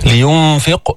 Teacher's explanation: لينفق، جيب القلقلة، هون القاف مفخمة بس منها بأعلى درجات التفخيم، لأنه قبلها هي سكنت وقبلها مكسور، يعني بعد الدرجة الثالثة اللي حكينا عنها في المرات السابقة.